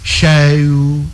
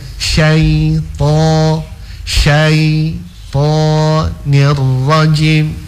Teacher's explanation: Jadi menyebut huruf to itu tidak harus dibantu dengan bibir yang dibulatkan. · Shown in: second take · Jangan ya, karena memang itu juga bukan huruf bibir ya.